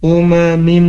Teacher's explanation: huruf mim ketemu dengan tanwin harus ditahan, dimasukkan ke hidung, dan apa namanya ya, gunnah gitu ya hukumnya.